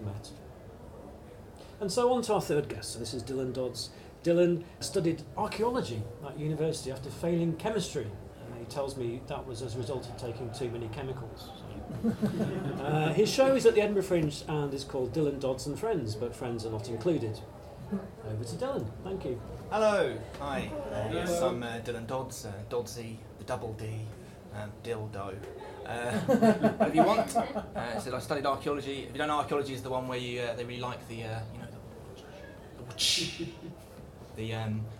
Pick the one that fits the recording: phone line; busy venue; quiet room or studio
busy venue